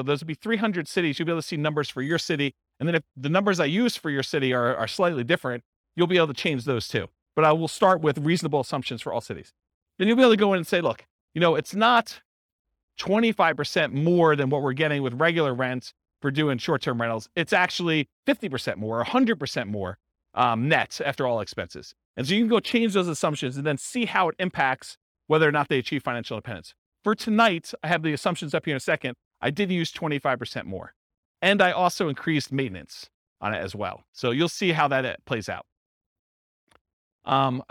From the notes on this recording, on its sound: This was a live class recorded